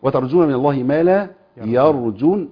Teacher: تفخيم الراء طبعا وبيان سكونها